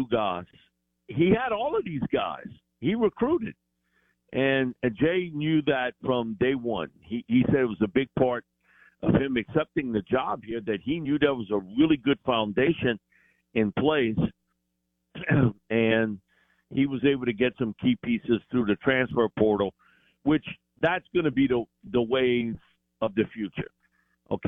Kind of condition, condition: link, phone line